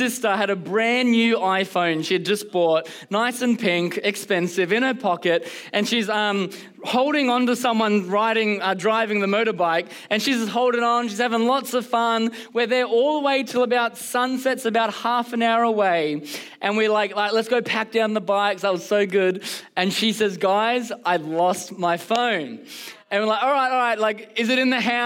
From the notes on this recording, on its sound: Recorded during our Melbourne service on Sunday, the 23rd of July 2023.